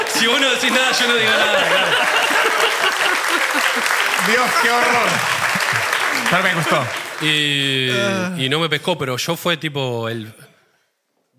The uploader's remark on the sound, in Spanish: Estamos EN VIVO en el TEATRO CHACAREREAN